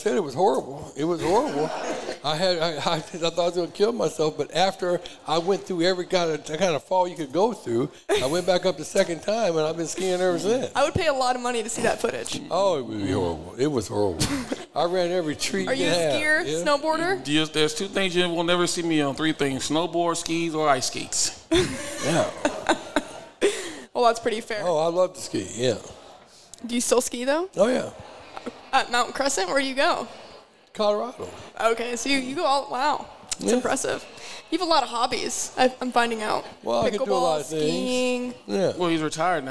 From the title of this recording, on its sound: Live at Hurrdat Sports Bar & Grill